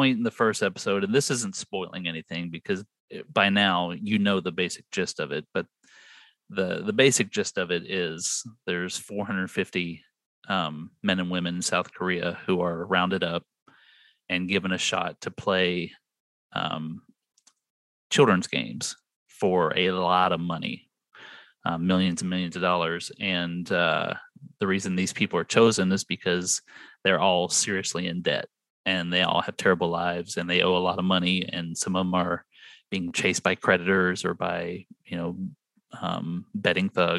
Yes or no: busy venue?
no